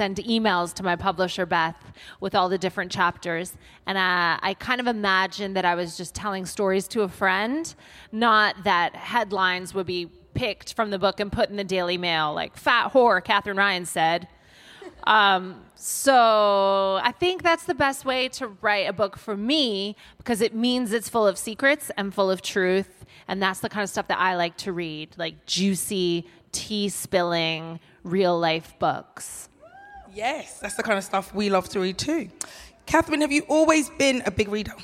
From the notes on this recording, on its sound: Live at Latitude. Recorded in front of a live audience at Latitude festival.